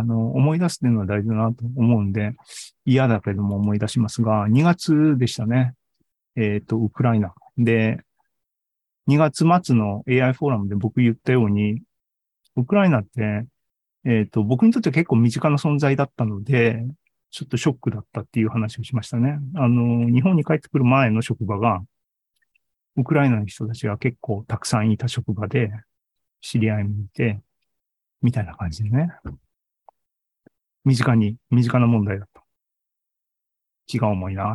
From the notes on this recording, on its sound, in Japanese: ２０２２年１２月２１日に開催した ZOOMライブの模様です